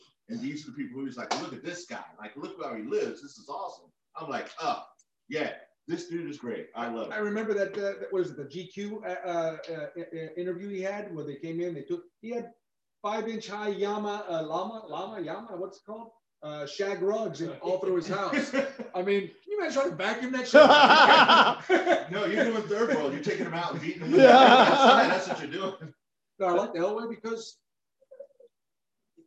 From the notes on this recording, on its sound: Dry Run - Pilot Episode w/bad audio. Sorry about the production had the wrong mic on!